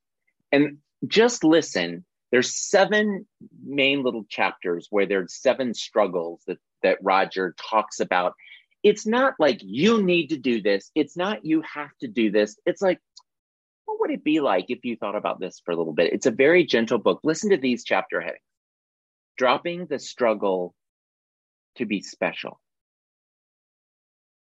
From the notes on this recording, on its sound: This is the audio replay of the monthly Zoomy Zoom I do with my UROCK (Patreon) Peeps